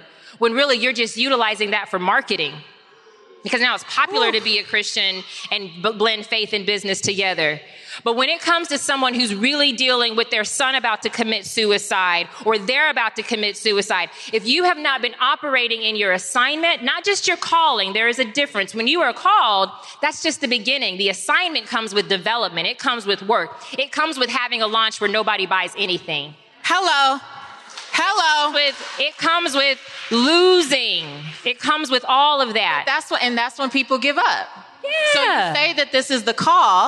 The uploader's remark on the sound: LIVE from Atlanta